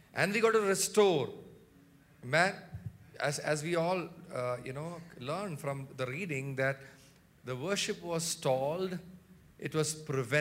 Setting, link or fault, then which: setting, large echoing room